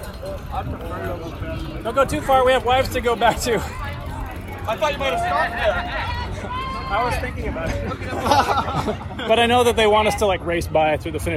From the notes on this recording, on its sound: takes you on an audio journey from the long-awaited Seattle to Portland (STP) ride, a two day 206-mile cycling pilgrimage.